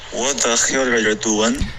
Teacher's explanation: 一个中式的 OK，是 what 嘴巴直接张开就 OK 了。 What the hell are you doing? Hell 的这个 H 的音不要用中式的 h 的这个音，OK，的这个音就太重了。英文的 H 只是一个叹气的声音，Hell 轻轻的，对，不震动声带的，没有摩擦音，这个 h 的这一段不要，OK。…，We like to get this in onetake。 Like 的双元音你发成了 look，OK，、okay,这太钝了，太短了，没有滑动，应该是拉一，OK。续，What the hell